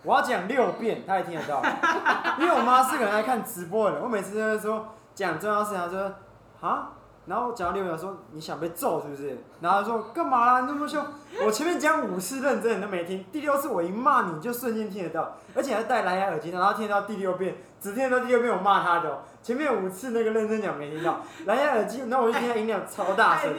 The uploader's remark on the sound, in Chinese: 錄音地點｜ 藍色咖啡館 108台北市萬華區大理街131號